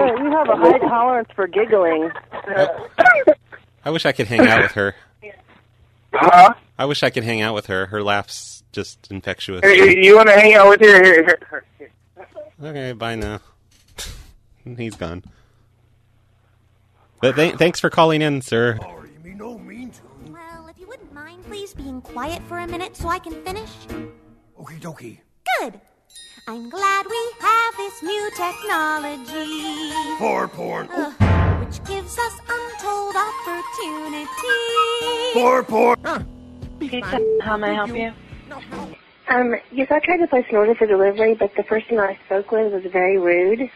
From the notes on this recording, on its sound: …'s Personal Prank Phone Calls Collection.